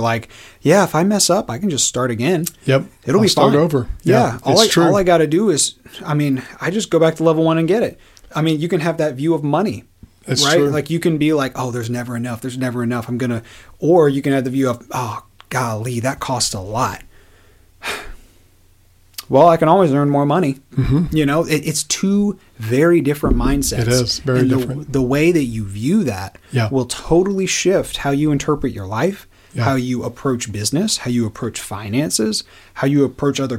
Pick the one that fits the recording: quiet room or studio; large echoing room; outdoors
quiet room or studio